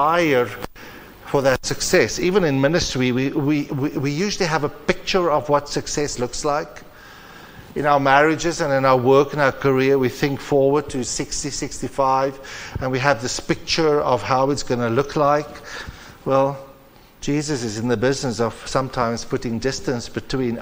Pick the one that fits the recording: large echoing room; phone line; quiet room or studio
large echoing room